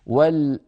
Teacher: همزة مرققة يتلوها نون مخفى فيها تفخيم لأن بعدها صاد والأنصا، فيخشى على الهمزة أن تأتي مفخمة فيقول القارئ مثلا والأنصاب، اسمعوا والأنصاب العرب لا تقول بل تقول والأنصاب، فنرقق الهمزة ونعطيها حقها من ذلك.